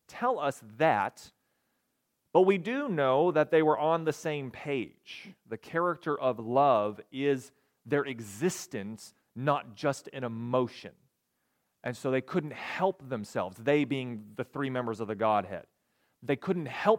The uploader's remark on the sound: recorded on December 10, 2022, at the Ringgold Seventh-day Adventist Church